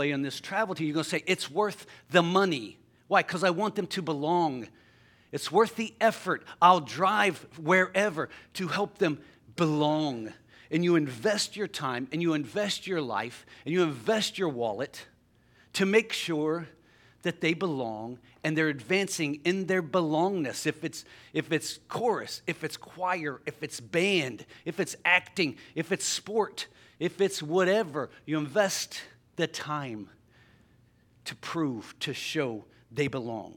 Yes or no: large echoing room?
yes